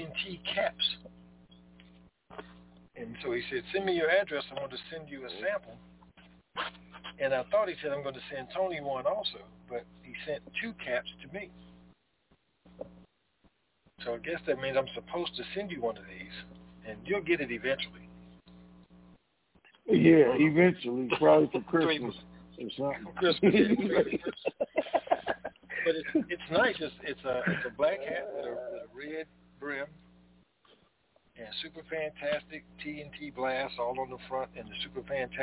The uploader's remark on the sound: TNTSuperfantastic Conference Call